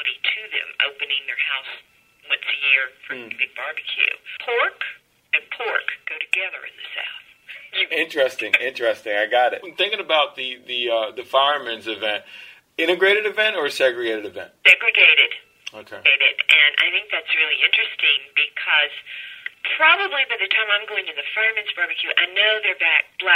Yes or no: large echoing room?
no